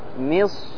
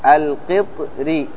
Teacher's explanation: فنفخم في الراء، الراء في مصر، ونرقق الراء في القطري · Term: التفخيم